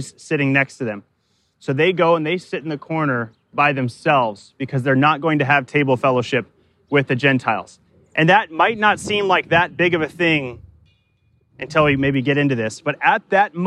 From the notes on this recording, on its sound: Delivered live in the park, at Capital City Church, in St.